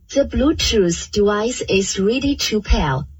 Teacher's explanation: Okay, so what I'm hearing her say is the Bluetooth, and the TH is a little bit off. It's kind of sounding like an S a little bit.